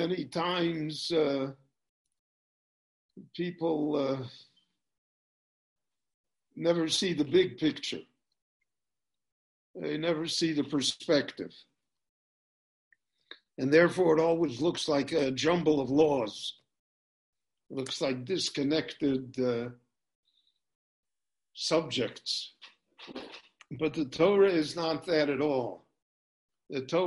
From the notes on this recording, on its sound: This shiur in Pirkei Avot – Ethics of the Fathers – was recorded LIVE in Jerusalem via Zoom.